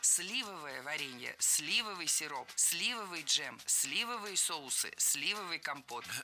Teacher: Сливовое варенье – это ошибка. Ударение в нашем прилагательном должно падать на первый слог.